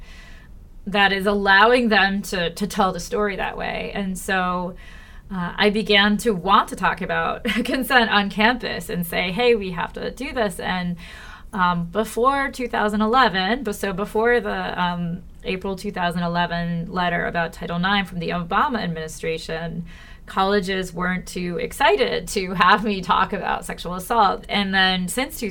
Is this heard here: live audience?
no